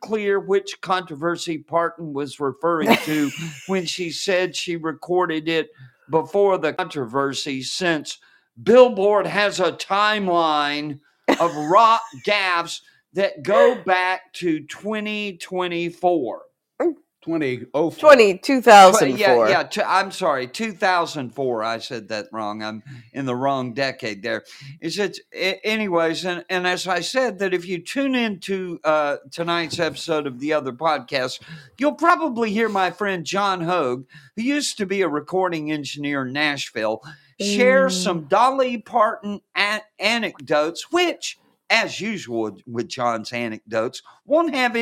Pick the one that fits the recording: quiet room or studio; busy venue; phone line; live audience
quiet room or studio